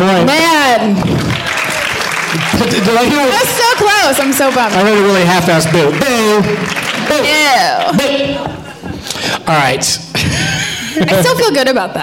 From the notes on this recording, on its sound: Live from the Downtown Independent Theater in L.